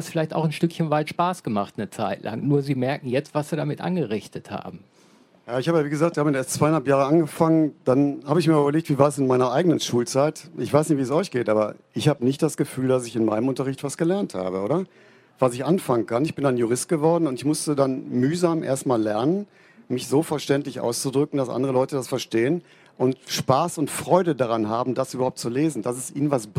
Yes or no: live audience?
yes